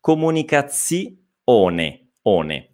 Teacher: la E finale si deve leggere come E e non come I